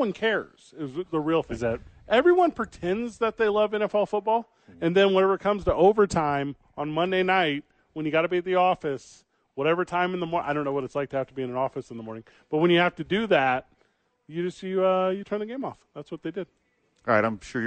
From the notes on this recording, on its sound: live from The Albuquerque Dukes Store.